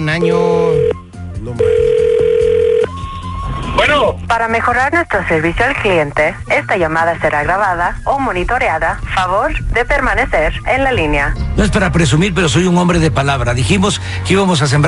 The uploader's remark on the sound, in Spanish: La llamada telefonica